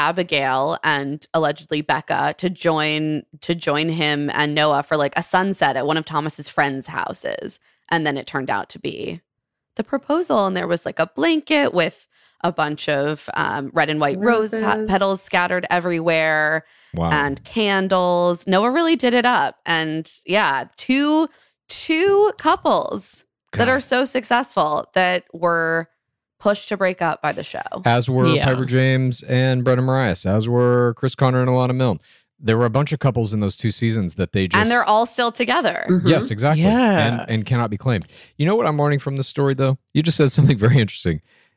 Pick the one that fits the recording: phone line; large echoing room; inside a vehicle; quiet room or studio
quiet room or studio